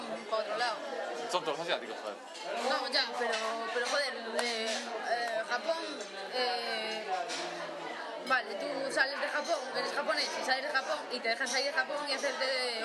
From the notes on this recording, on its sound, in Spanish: Lo grabamos en un bar,de nuevo. Episodio Grabado en Lugo en una excursión al teatro que hicimos. Lo grabamos en un bar,de nuevo.